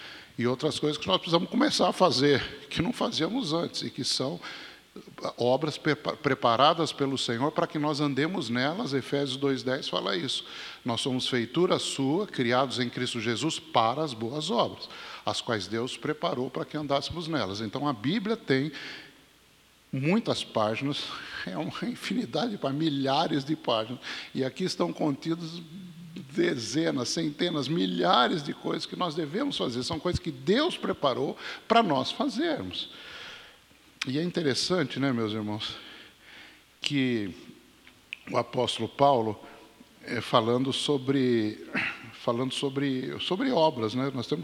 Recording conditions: large echoing room